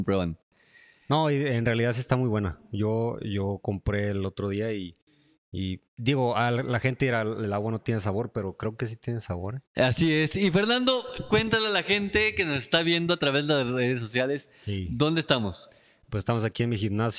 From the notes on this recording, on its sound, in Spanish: El episodio 25 de este podcast fue grabado totalmente en vivo desde las instalaciones de Marín Fitness Center.